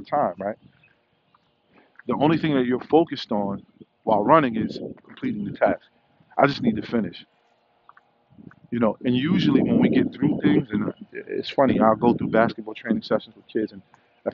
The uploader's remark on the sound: Walk & Talk